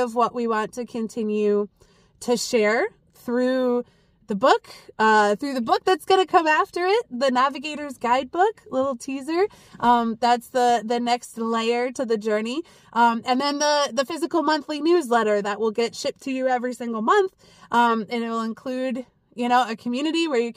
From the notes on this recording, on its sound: Back in the car for a old school episode this week!